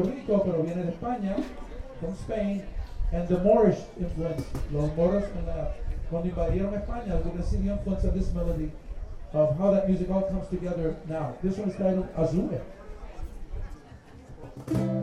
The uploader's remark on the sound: Richardson Train Station in Bower and Mosher Streets in Holyoke. This special feature presents the live performance.